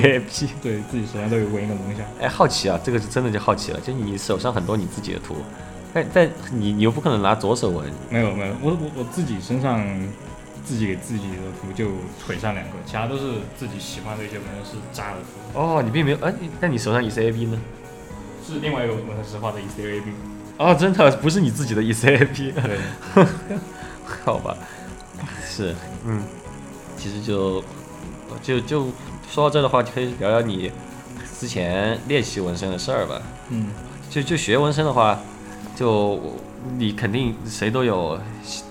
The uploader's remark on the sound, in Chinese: 这是一期边纹身边录制的节目